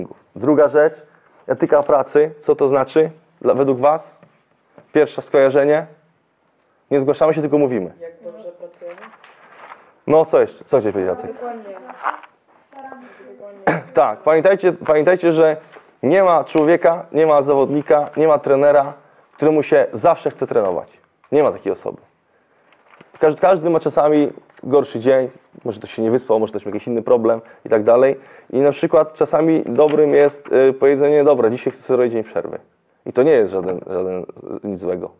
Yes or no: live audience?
yes